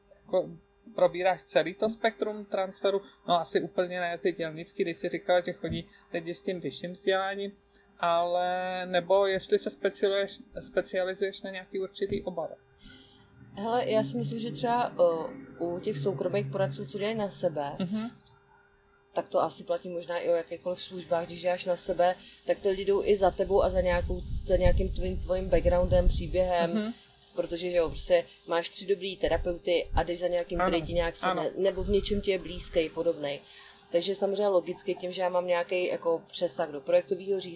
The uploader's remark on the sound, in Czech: Prosím omluvte zhoršenou kvalitu zvuku, která vznikla závadou na záznamovém zařízení.